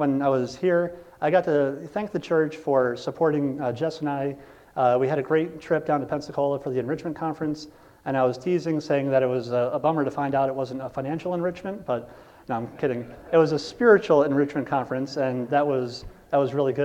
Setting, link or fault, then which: setting, large echoing room